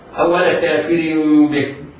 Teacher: التنوين بعده باء حكمه الإقلاب، يعني قلب التنوين ميما ساكنة لفظا لا كتابة. ولذلك تجد تقرأ الراء مربوطة في المصحف عندك، وضع العلماء الضبط تحتها كسرة زائد ميم، بدل الكسرة الثانية وضعوا ميما للدلالة على أن التنوين ينطق ميما، وحكمها الإخفاء مع الغنة.